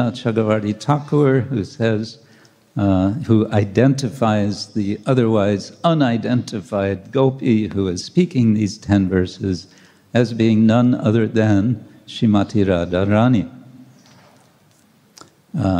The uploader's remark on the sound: Lecture from ISKCON Juhu temple